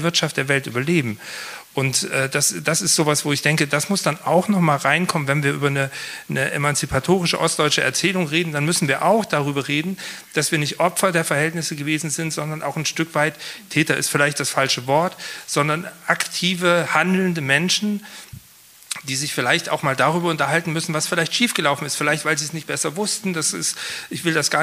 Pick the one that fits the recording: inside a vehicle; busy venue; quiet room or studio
busy venue